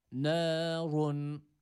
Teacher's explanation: Ra harfi burada kalın u sesiyle okuyoruz.